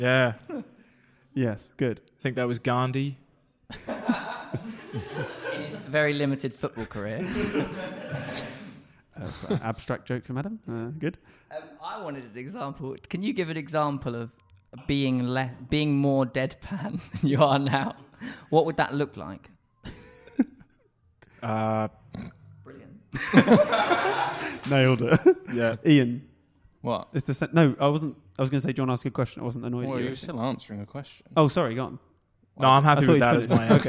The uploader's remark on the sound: This episode was recorded at the Leyton Technical on 28th April 2019.